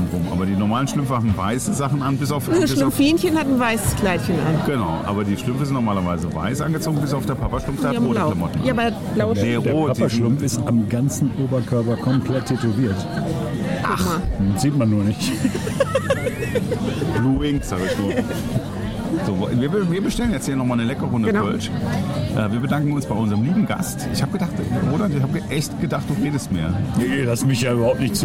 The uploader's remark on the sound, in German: On the road mit Gewinnertypen. Live und in Farbe in Köln-Kalk unterwegs.